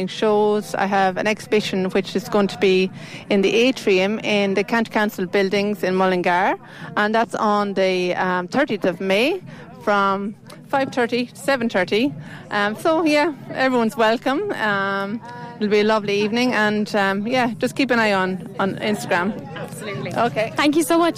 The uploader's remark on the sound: Uisneach Festival Interviews. Some of the interviews from Uisneach, Bealtaine Fire Festival 2023, with some of people attending the festival.